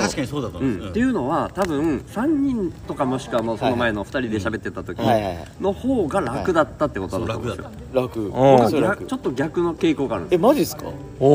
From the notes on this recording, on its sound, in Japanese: 焚き火を囲みながらの収録です。いいかねPalette（福岡）。9/30金曜日のPodcast焚き火フェス前夜祭として。